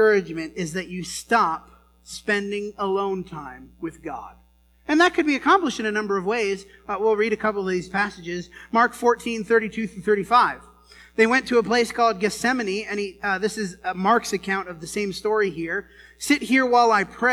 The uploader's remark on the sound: The first few minutes didn’t get recorded. This sermon was preached at the Dewey Church of Christ on September 15, 2019.